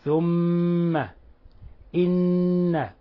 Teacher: أما الميم التي في لفظ ثم فهذه ميم مشددة، فتعطى غنة مقدارها حركتين. حيثما رأيت نونا مشددة أو ميما مشددة فلا يجوز أن تسكنها وتخففها، بل لابد من أن تعطيها غنة، تثبت فيها غنة مقدارها حركتين: ثم، إن، وهكذا.